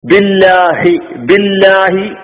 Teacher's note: കസറായ പദങ്ങൾക്ക് ശേഷം ലാമു വന്നു കഴിഞ്ഞാൽ ലോലമാക്കി പറയുക കനപ്പിച്ച് പറയാതിരിക്കുക എന്നാണ് നിയമം പറഞ്ഞിട്ടുള്ളത് അപ്പൊ ഇവിടെ ബി എന്ന് പറയുന്ന ബായിന് കസറാണ് പിന്നെ · Term: ലാമിനെ ലോലമാക്കി